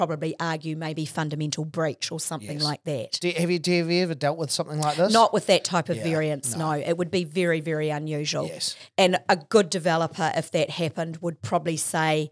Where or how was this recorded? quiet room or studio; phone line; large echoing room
quiet room or studio